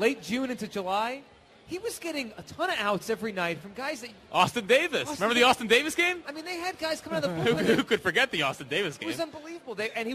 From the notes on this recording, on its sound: Live from Chickie's.